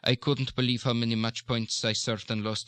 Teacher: This considers the fact that in the Swedish and Norwegian, especially in this particular concern that we have when the Swede or the Norwegian is speaking English, on stressed syllables, there will tend to be a slightly upward inflection, even in what I would call the flat Swedish · Term: syllable inflection